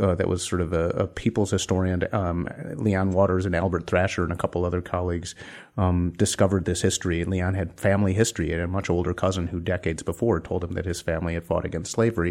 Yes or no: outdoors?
no